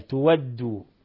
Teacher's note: إذا وقف حمزة على تؤدوا فيقرأها بالإبدال تؤدوا. وقرأ الباقون بالهمز كما هي قراءة الجماعة، أن تؤدوا الأمانات.